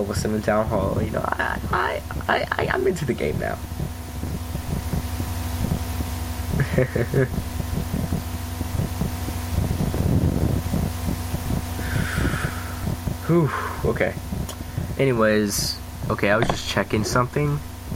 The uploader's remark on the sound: And I will fix the background noise by next episode.